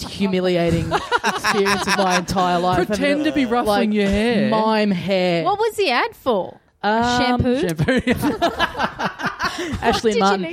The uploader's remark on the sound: We're heading down for the first time for a live show in a small venue.